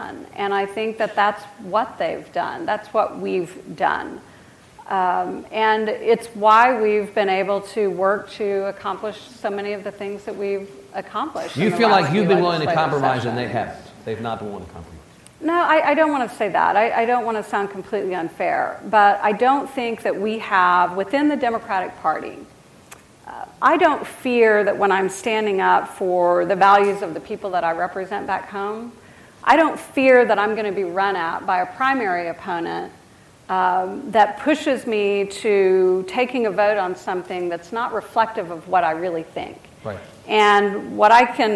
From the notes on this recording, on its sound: During the closing one-on-one keynote session of The Texas Tribune Festival.